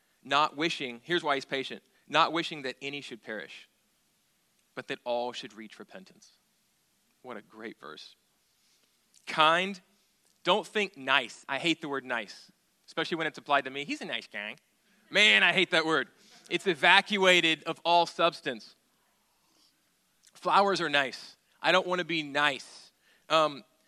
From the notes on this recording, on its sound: at Sojourn Galleria Church on Sunday, August 26, 2018